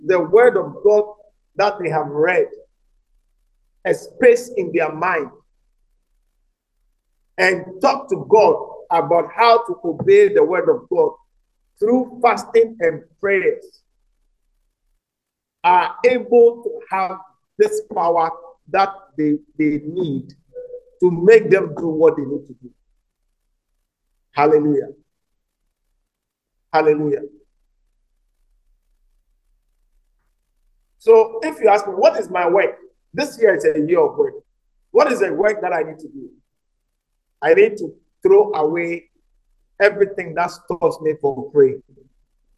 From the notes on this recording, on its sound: message preached at the Living Waters Cathedral